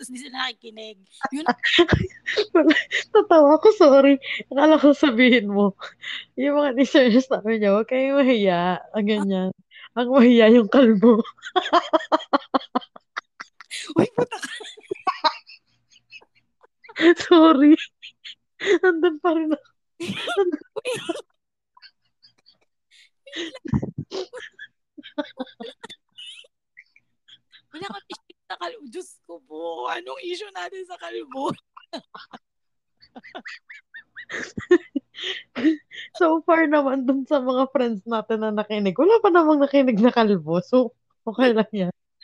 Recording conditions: poor sound quality